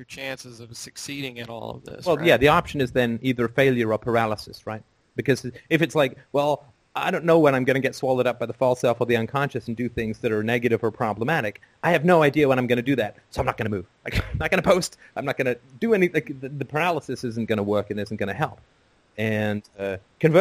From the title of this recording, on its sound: Sunday Call In Show